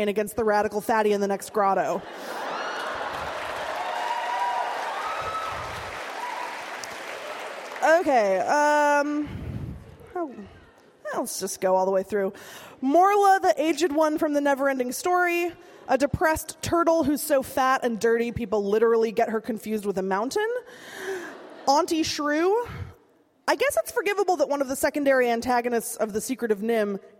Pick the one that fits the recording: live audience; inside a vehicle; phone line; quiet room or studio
live audience